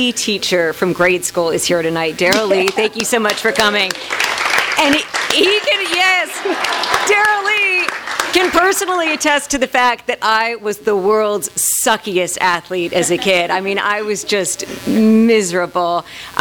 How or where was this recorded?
live audience